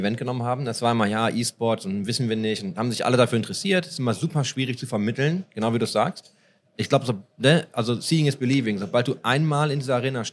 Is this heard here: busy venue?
yes